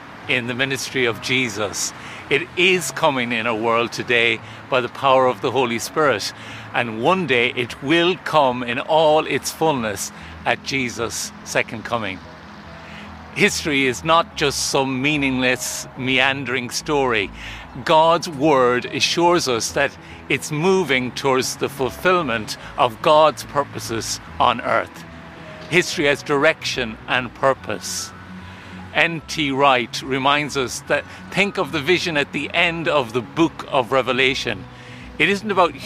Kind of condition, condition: fault, sounds in the background